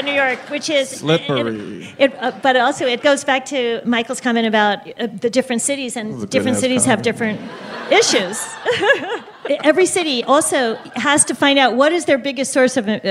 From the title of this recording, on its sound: StarTalk Live!